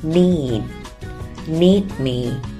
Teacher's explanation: 要注意结尾的字母 D 可以停一拍不发声。